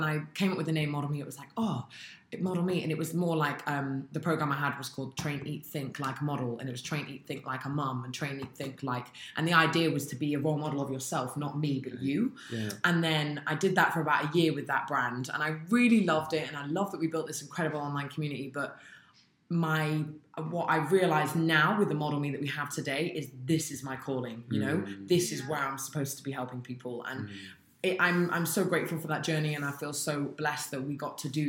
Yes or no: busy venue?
no